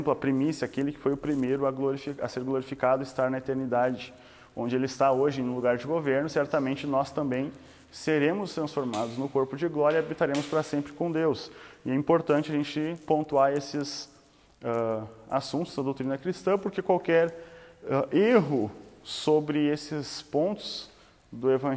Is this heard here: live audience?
yes